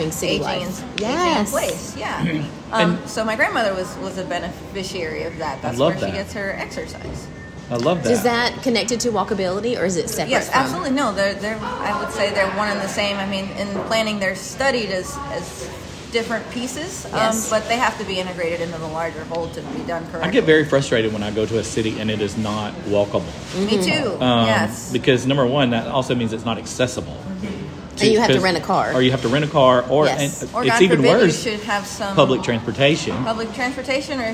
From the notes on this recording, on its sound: We met for coffee and decided to record a podcast while having our warm beverage.